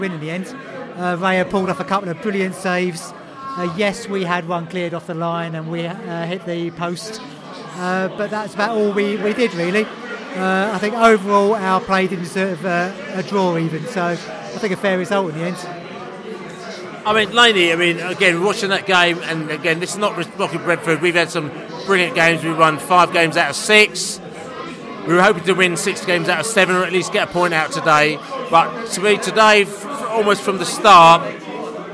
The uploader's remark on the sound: podcast from the pub